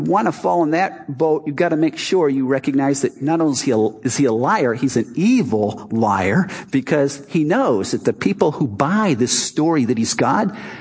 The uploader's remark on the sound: Our Easter service "Not Another Dead God".